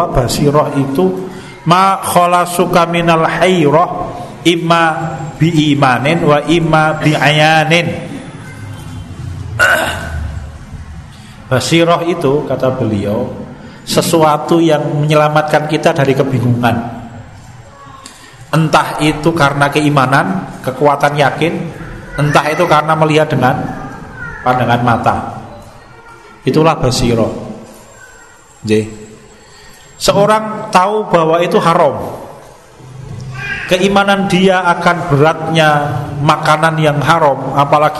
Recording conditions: large echoing room